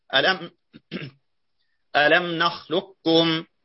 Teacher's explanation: فإن التقت القاف بالكاف وهي ساكنة قلبت مثلها وأدغمت فيها وذهبت قلقلتها بالقلب والإدغام